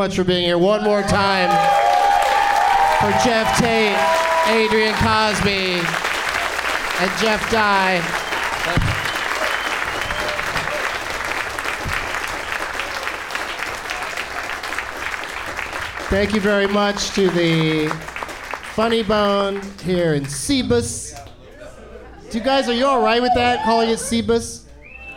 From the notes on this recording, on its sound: Live from the Funny Bone in Columbus, OH